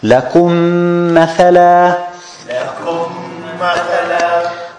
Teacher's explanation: The hukum here is idgham. We merge the two mim, so we delete the first one and we put shadda on the second one.